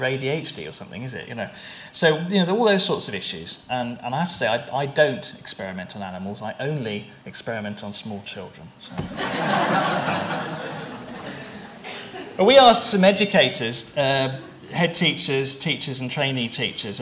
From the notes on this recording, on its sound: At a conference hosted by University of Cambridge International Examinations